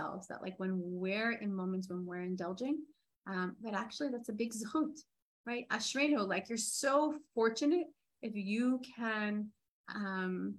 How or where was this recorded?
video call